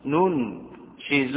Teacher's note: بضم النون الأولى مع سكون التالية وكسر الشين